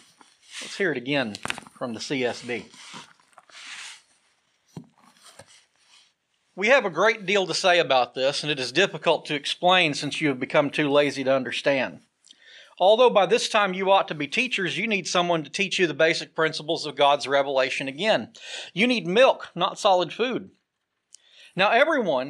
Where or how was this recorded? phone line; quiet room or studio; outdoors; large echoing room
large echoing room